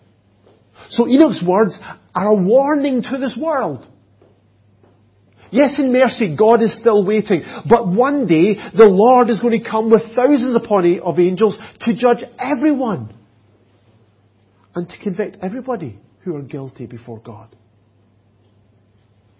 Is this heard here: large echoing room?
yes